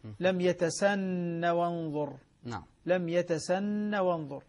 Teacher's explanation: حمزة والكسائي إذا وصلوا كلمة يتسنه بما بعدها تسقط الهاء